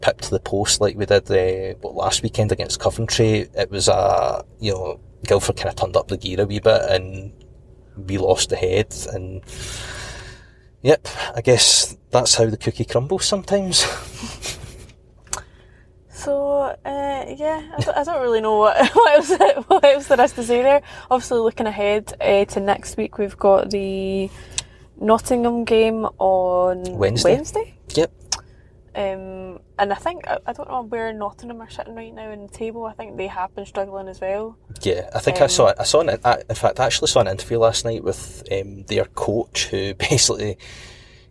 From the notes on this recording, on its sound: A podcast from the car this week.